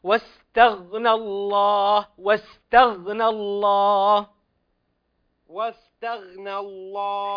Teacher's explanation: حاول أن تظهر إسكان الغين بلا قلقلة